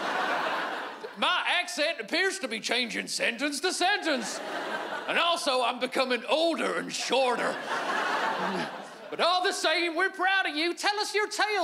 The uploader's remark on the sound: stand up from the Just For Laughs Festival in 2015